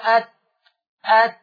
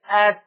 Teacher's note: خبط في اصول الثنايا العليا